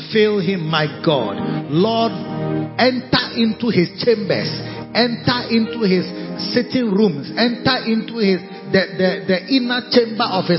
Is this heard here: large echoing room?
yes